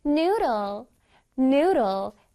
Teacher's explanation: N-O-O 부분을 길게 발음해 줄 거야.